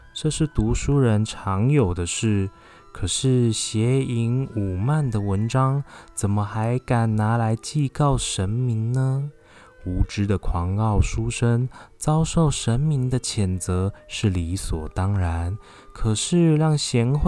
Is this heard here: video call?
no